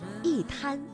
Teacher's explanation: 因为一滩当中的滩是阴平字，也就是一声字，所以呢，我们应该读去声一滩 · Term: 变调